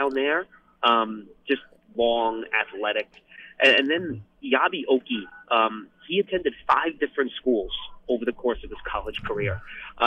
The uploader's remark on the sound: take calls from fans